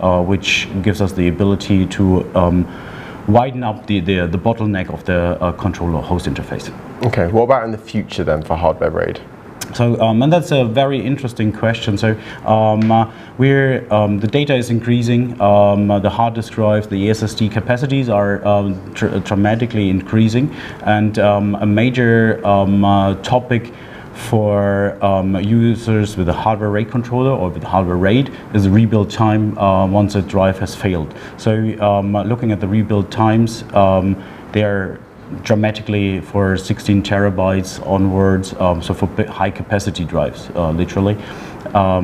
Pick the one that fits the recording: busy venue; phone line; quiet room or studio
busy venue